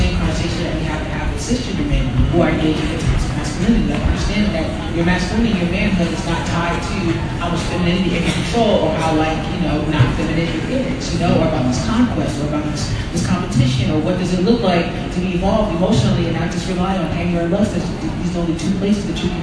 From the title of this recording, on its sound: Live from #MascOff